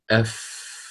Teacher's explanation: الآن انتقل إلى الحروف الشفوية، فالفاء تخرج من باطن الشفة السفلى أف مع أطراف الثنايا العليا